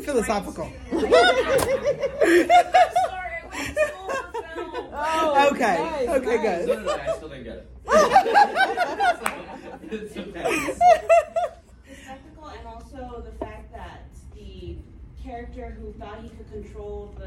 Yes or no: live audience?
yes